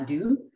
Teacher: I voiced consonants, the stops and the fricatives, I voiced between vowels. So that changed, for instance, a tu to a du.